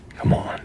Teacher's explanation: He's going for a Boston accent that has one of the stereotypical markers, which is a lot, God, hot vowel.